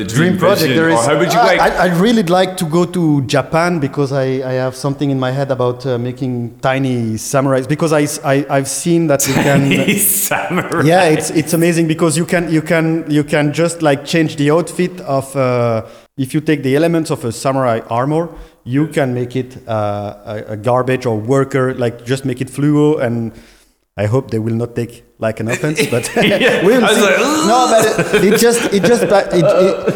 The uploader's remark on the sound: Episode 110 was recorded in April in Ostende, Belgium during The Crystal Ship Festival